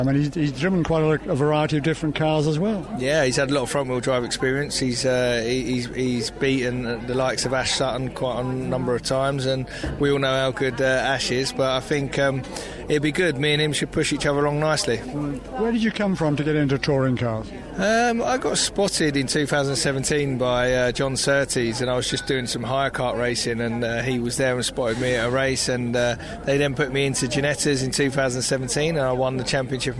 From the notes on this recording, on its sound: at Thruxton Media Day